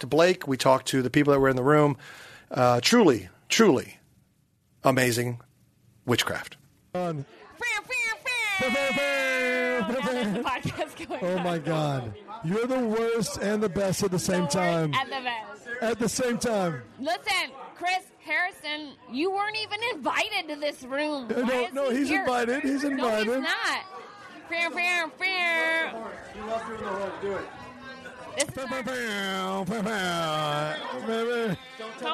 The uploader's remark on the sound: podcast live from the Big Slick charity weekend in Kansas City